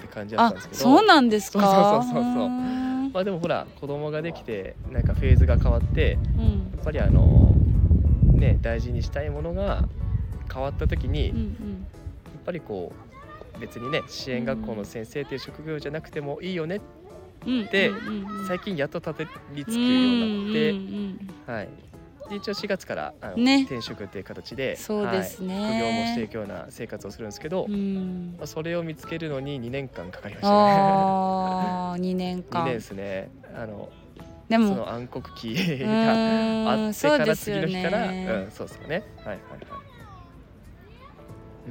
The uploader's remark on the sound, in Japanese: 休日昼間の公園で録ったため、平和で楽しい音声がバックミュージックとなっています。